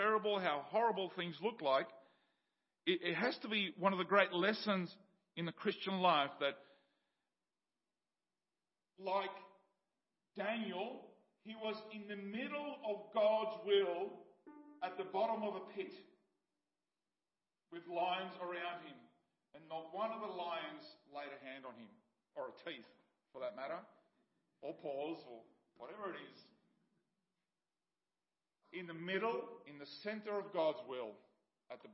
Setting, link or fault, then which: setting, large echoing room